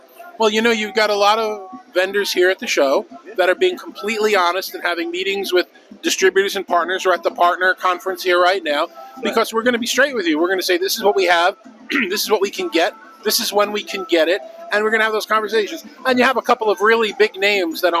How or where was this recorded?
busy venue